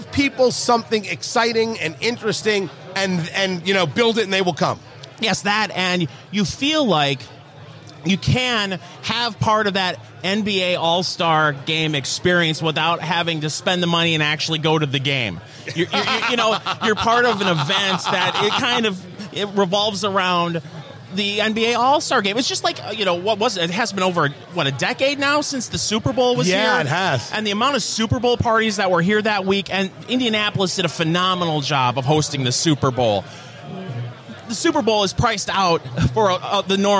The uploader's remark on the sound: It all started at Blend Bar Cigar with a special VIP event. Recorded live at Blend Bar Cigar in Indianapolis, IN.